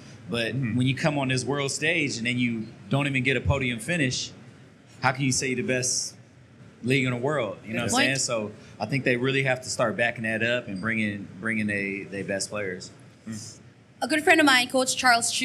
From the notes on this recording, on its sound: LIVE in Manila. Our first ever LIVE event!